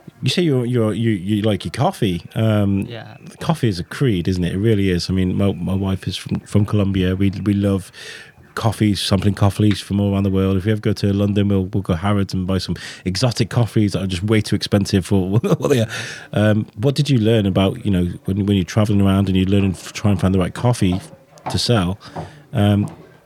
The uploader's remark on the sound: We also speak to the owner of Liar Liar, a stunning cafe at the heart of Oswestry where this podcast was recorded.